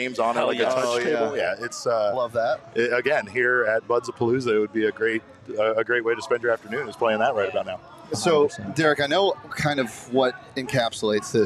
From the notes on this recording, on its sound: The boys are live in Downtown Phoenix at Buds-A-Palooza!